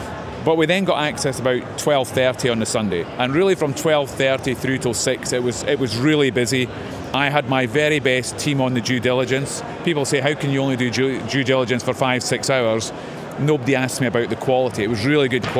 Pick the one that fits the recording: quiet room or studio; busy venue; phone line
busy venue